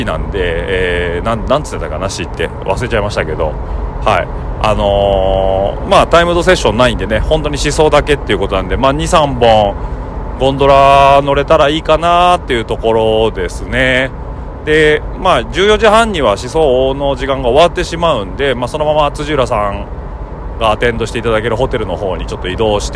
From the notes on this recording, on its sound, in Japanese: 今週は先日、長野県野沢温泉で行われたENSの模様をお届けします。今週も現地での収録となりますので、臨場感をお楽しみください。